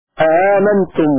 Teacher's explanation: فقرأ أبو عمرو كلمة آمنتم بهمزتين مع التسهيل أيضا آمنتم ولا إدخال، لأن القاعدة كل همز أو كل همزة بعدها ألف لا إدخال قبلها حتى لا يجتمع ثلاث ألفات.